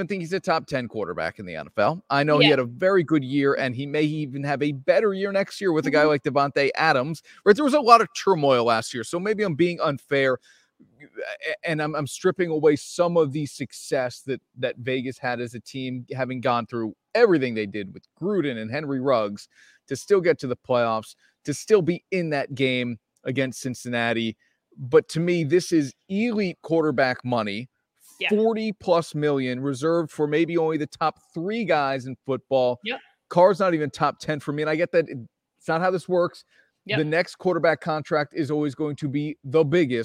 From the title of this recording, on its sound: LIVE From Alpin Haus